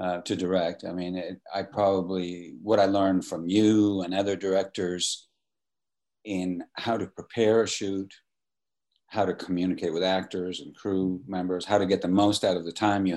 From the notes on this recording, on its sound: In a spoiler-filled virtual Q&A.